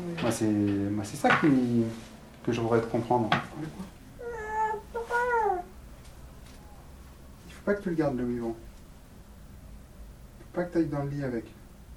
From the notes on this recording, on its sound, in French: Enregistre les sons de sa vie quotidienne avec son bébé. Elle tient sur ARTE Radio le journal de ses joies, de ses doutes, de cet amour en marche.